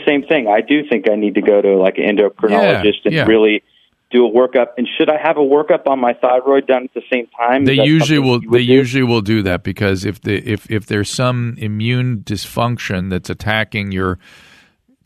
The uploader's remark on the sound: opens up the phone lines and chats with callers